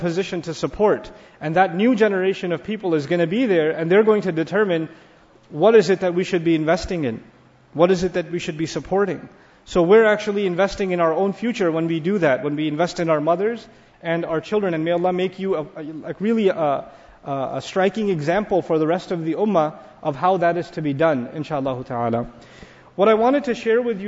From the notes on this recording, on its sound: Captured a packed audience at Masjidul Quds on Thursday. The popular masjid was filled to the brim as women of all ages gathered.